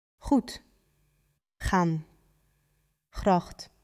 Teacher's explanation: It's a fricative made at the back of the throat, the same sound as the sheech in the Scottish loch, or the J in the Spanish Jose. Air scraping past a narrowed throat. · It is not the G of good. It's a fricative made at the back of the throat, the same sound as the sheech in the Scottish loch, or the J in the Spanish Jose.